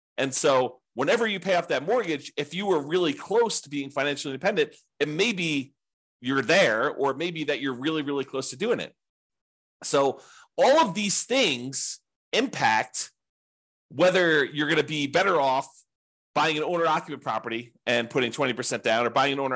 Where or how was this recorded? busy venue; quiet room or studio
quiet room or studio